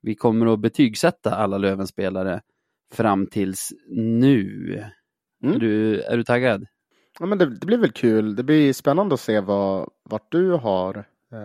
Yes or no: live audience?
no